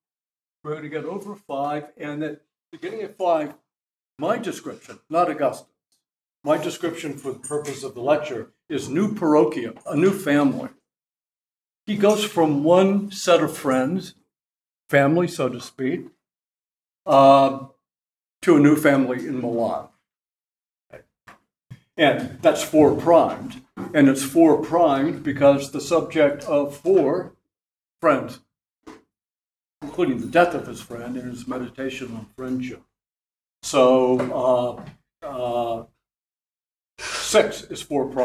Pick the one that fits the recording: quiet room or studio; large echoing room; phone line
large echoing room